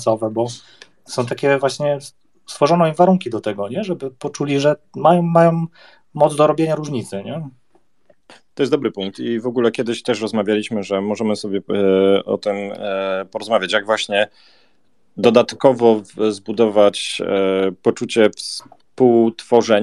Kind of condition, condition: link, video call